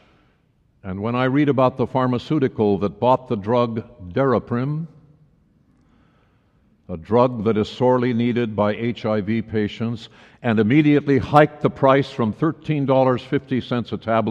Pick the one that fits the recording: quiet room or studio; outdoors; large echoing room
large echoing room